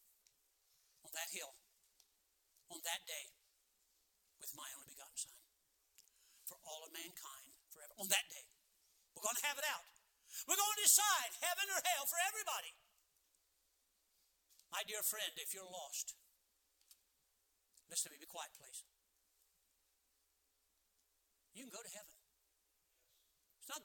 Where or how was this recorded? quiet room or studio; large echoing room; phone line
large echoing room